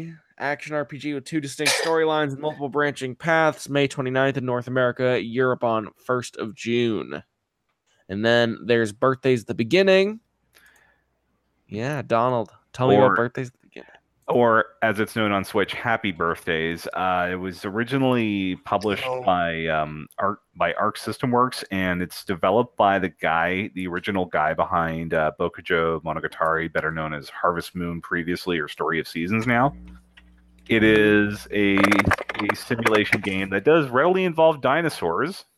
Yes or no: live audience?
no